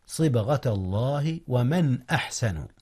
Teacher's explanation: وهنا إظهار يا أستاذنا، حيث أظهرت النون قبل الهمزة وهي من أحرف الحلق